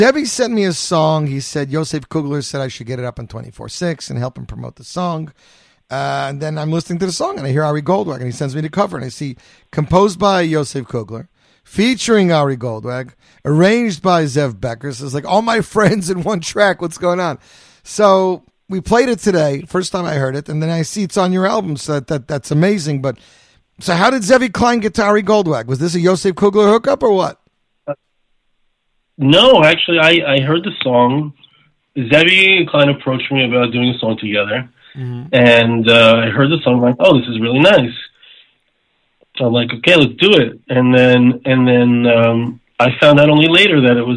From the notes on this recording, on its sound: On this week's spectacular edition of the Z Report LIVE. Will phone in to talk to us.